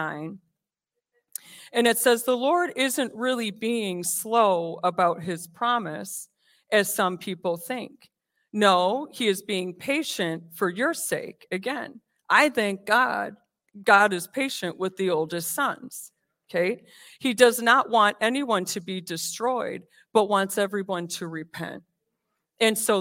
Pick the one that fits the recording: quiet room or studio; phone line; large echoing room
large echoing room